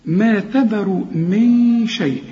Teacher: شوف رقق كل الحروف دي لكن الراء هي المفخمة. ما تذر من شيء، نون السكنة دي اللي بدون تشكيل بيجي بعدها الشين، الشين من حروف الإخفاء، عاوزين غنة هنا، من شيء.